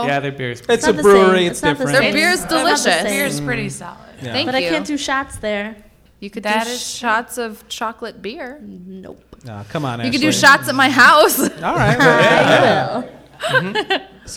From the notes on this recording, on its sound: Our annual live episode where we bring back guests from past seasons. Coming to you from the Ghost Light Hamtramck.